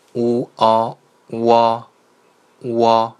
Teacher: 乌，迅速滑向凹，连读就可以了